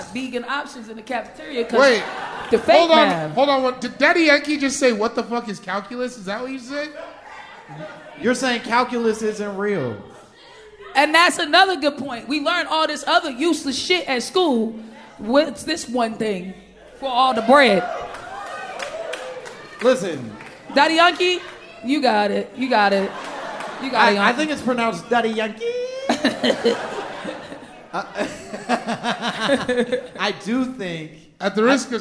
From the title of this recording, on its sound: Live from NYC!